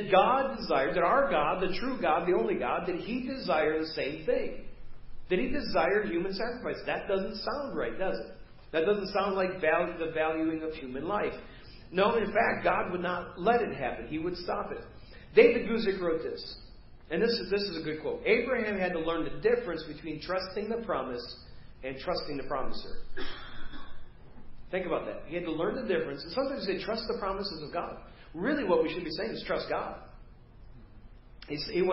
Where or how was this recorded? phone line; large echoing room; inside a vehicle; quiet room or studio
large echoing room